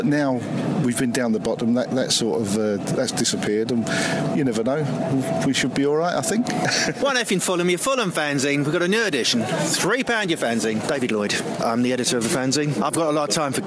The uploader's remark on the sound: Live from Craven Cottage. Fans outside the ground.